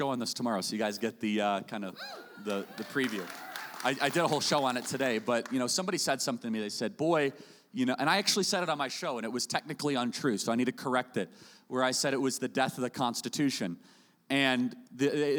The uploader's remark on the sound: Live in SLC